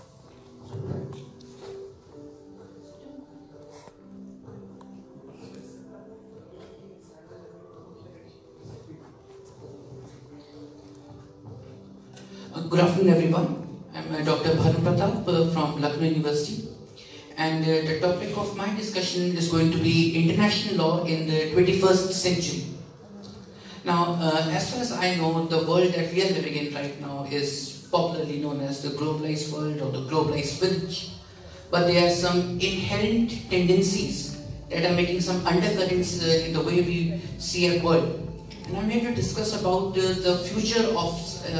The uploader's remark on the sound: Keynote Speech at Internationalism Awadh Forum 2019 at Uttar Pradesh Urdu Akademi, Lucknow